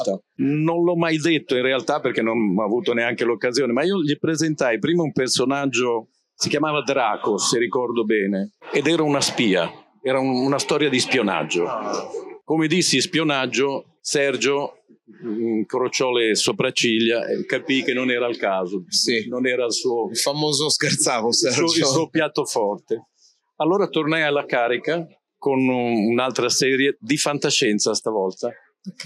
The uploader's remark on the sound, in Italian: Registrata durante Lucca Comics 2023